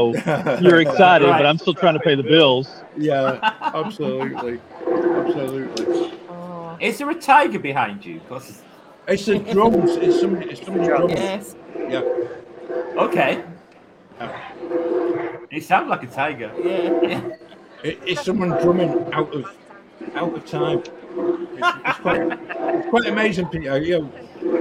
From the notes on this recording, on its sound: LIVE from Animal Kingdom Lodge. In podcast mode there are some wonderful moments where you can soak up the ambience of this beautiful place.